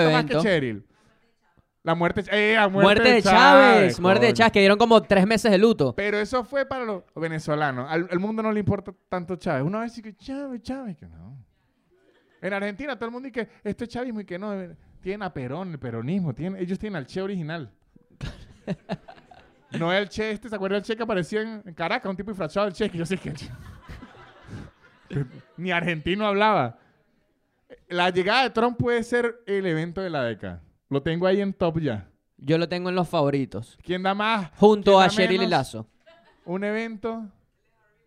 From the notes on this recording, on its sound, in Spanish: En este episodio grabado en vivo en la librería "Los pequeños seres" en Madrid.